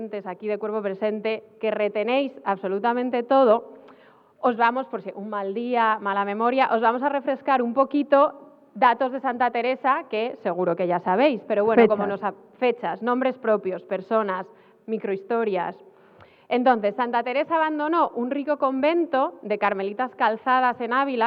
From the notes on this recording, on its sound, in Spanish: En este episodio grabado en rigurosísimo directo para #megustaspixelad en La Casa Encendida